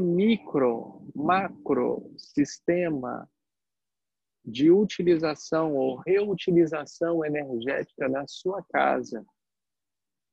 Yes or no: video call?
yes